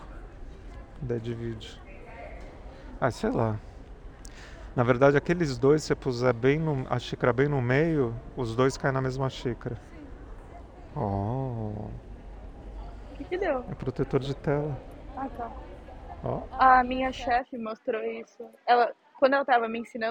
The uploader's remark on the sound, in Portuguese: AO VIVO DO AEROPORTO DE VIRACOPOS!!!